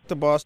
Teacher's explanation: So we have an example there of what a lot of people like to point out, the substitution of a stop sound, like a D, the bus, instead of the sound, so what's spelled with a TH, the bus, which is very nice.